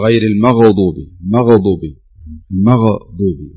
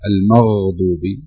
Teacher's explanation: الغين ليست فيها، لا يوجد فيها قلقله · Shown in: second take · يعني بعض الناس يقرا يقول غير المغضوب، مغضوب، مغضوب، هذا خطا، يعني تبقى كما هي المغضوب، يعني لا نبالغ في اخراج الحرف حتى لا ينتقل الى القلقله.